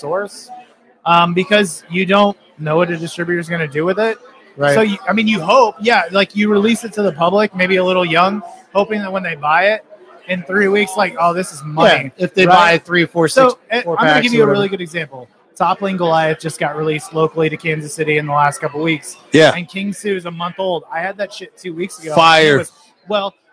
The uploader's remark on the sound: We were live at City Barrel